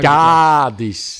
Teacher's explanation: je hebt het blijkbaar met een langere A